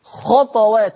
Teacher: ورش يقرأ بسكون الطاء، ولا ننسى القلقلة